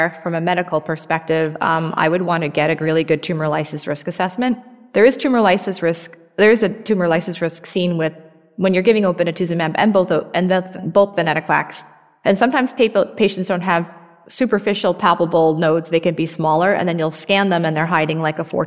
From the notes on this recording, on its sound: This event recorded at the annual ONS Congress